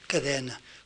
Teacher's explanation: Mientras que esta E ha pasado a través de una E, como se oye todavía hoy en Mallorca, cadena, cadena, con una E tónica ha pasado hasta abrirse, hasta hacerse E abierta en catalán oriental, donde decimos cadena, con una E que no tiene nada que ver con la E.